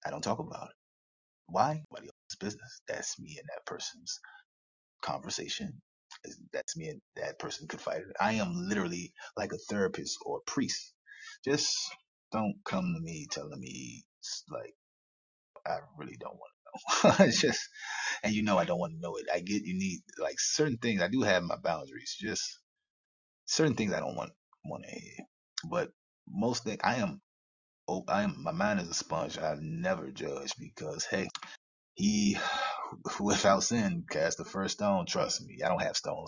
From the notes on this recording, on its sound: That live talk that was not recorded in my studios. Please forgive the audio.